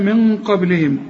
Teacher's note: النون بعدها قف، القف من حروف الإخفاء في غنة مفخمة هنا